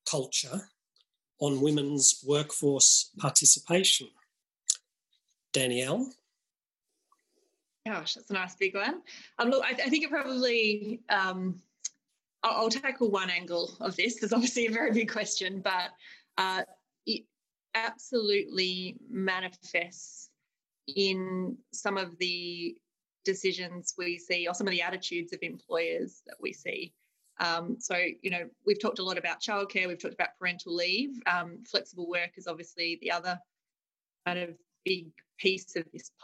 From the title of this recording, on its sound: Webinar recording